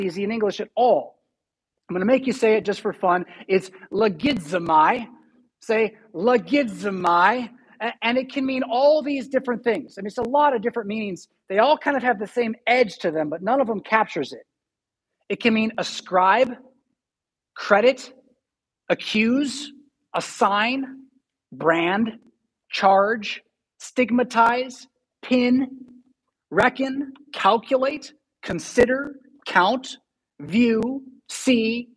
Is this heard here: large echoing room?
yes